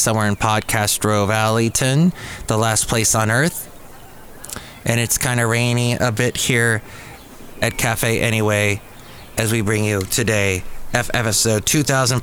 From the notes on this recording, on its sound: podcasts live from Cafe Anyway